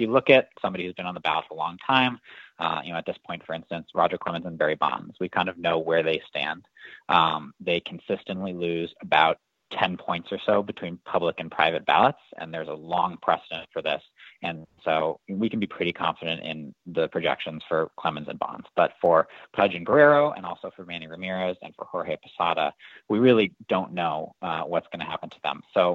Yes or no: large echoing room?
no